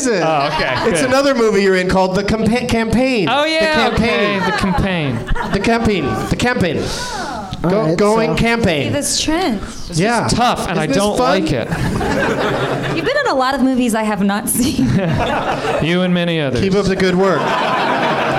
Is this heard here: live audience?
yes